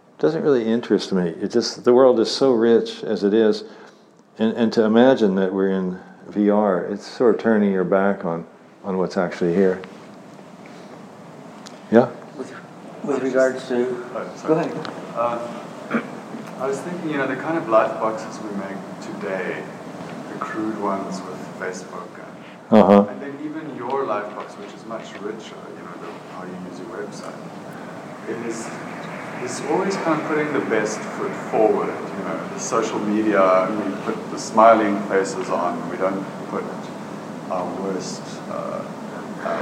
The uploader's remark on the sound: Talk at IOHK Summit conference in Miami Beach.